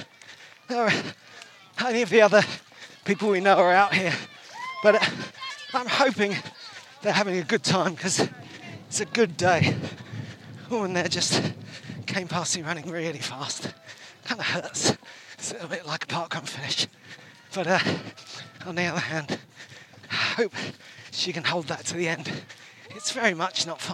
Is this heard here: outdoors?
yes